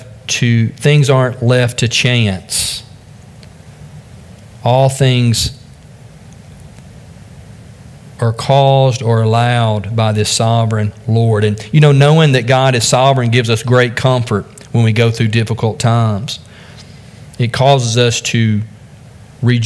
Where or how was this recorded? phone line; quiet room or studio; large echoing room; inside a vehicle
large echoing room